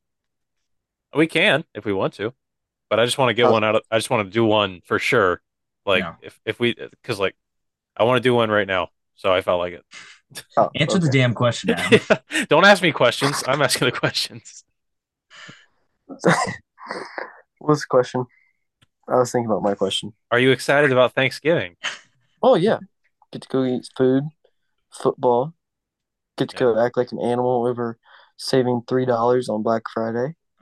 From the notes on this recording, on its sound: This episode was made possible because of Zoom